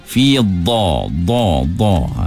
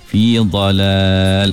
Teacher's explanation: Dad sebutannya tepi lidah ditekan ke tepi gigi atas.